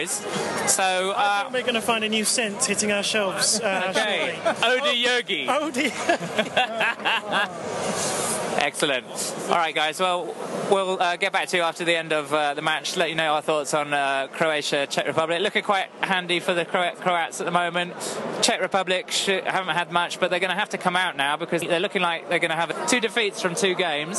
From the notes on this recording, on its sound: Comes to you live from Saint Etienne as we take in the Croatia-Czech Republic game! Live updates from the stadium. Featuring interviews with some happy Czech fans and some post-game, post-flare up analysis.